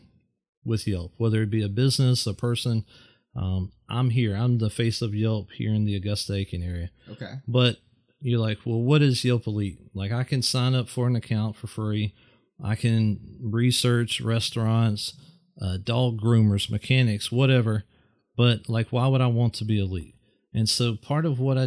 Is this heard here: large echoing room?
no